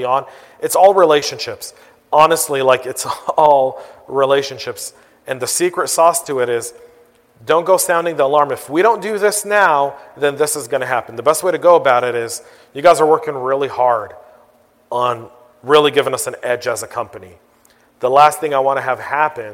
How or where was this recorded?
live audience